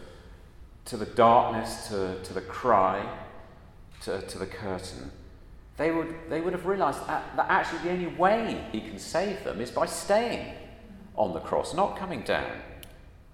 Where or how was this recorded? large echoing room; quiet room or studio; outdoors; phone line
large echoing room